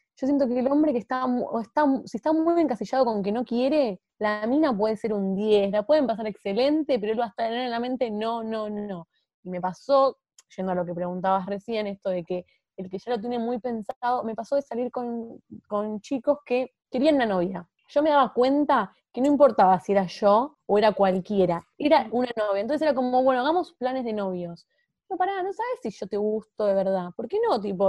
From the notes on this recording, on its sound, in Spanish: Tuvimos la oportunidad de compartir zoom.